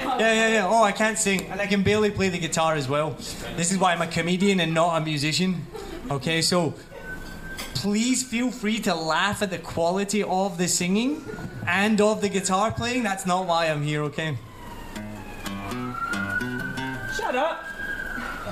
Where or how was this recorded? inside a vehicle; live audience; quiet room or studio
live audience